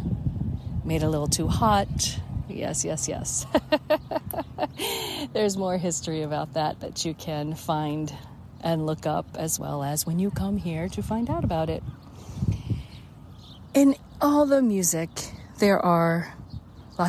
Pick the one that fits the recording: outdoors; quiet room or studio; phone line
outdoors